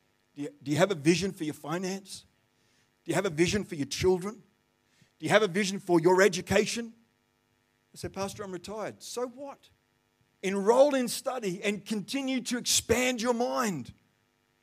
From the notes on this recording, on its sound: The live stream of Destiny Church Atherton